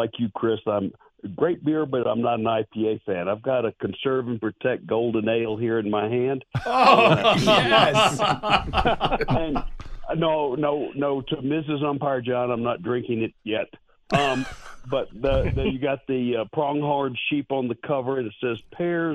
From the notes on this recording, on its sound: This week’s edition of Mother Road Monday on KVOI’s Wake Up Tucson. Called in from Flagstaff.